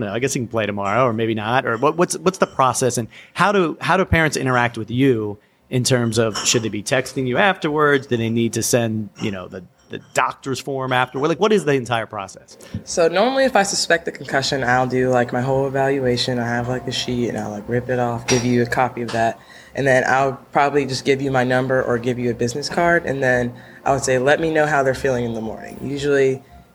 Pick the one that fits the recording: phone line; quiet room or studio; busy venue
busy venue